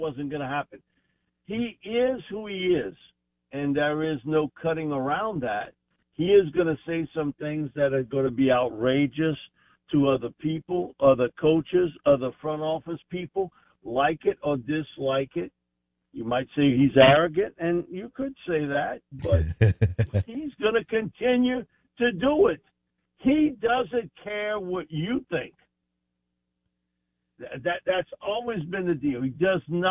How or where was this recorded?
phone line